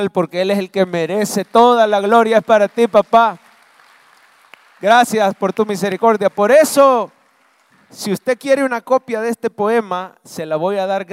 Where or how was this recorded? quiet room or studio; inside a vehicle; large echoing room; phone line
large echoing room